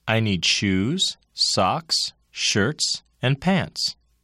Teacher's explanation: The intonation pattern used in counting and listing is a series of level and rising tones that end with a final drop in pitch.